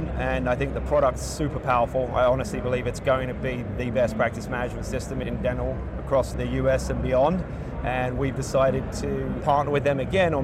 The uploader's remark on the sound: an Interview in Action live from HLTH